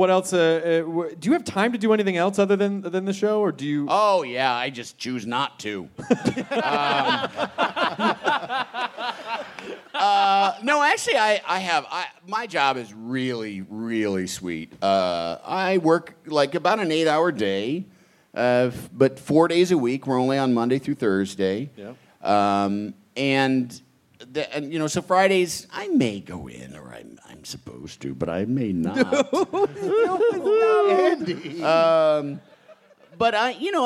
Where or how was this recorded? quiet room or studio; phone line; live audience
live audience